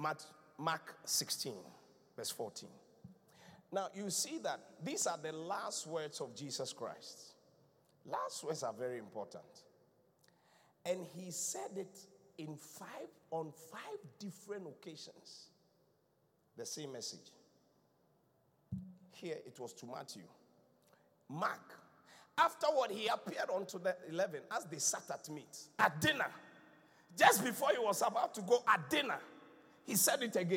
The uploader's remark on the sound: Preached at the Qodesh